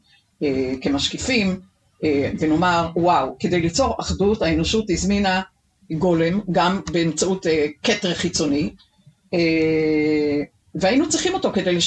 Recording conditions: poor sound quality